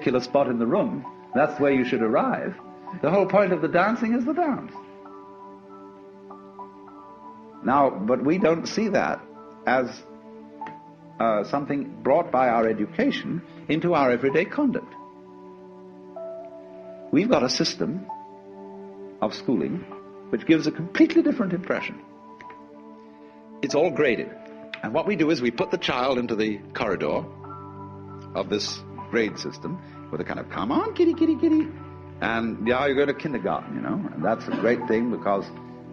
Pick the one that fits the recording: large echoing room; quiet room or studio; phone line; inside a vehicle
large echoing room